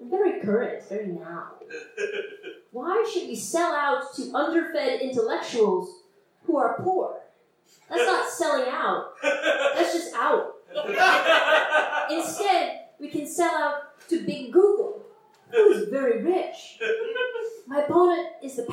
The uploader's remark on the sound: Took over hosting duties and recorded the show with her phone. The quality isn't great, we admit.